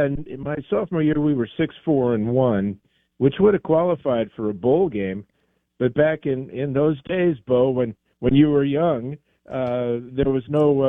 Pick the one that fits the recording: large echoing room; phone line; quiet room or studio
phone line